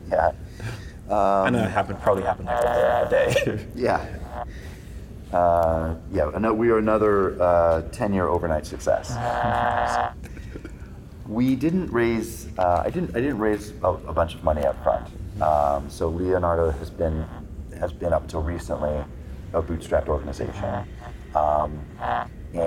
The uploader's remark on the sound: LIVE at Optech.